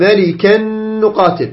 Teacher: ملكا تنوين وجب بعد نون فيدغم، يدغمان حرفا واحدا زين. هذا طبعا اذا كان في كلمتين، اما في كلمه واحده فلا يوجد ادغام. · Term: ادغام بغنه